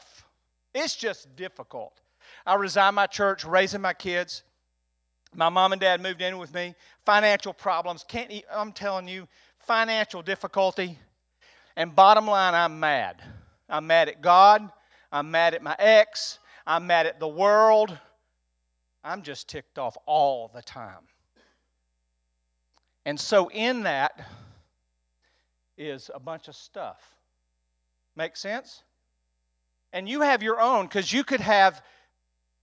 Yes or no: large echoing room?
yes